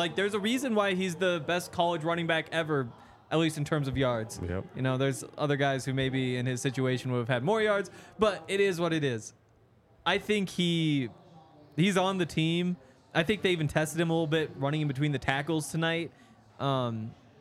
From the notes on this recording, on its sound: coming to you LIVE from the DNVR Bar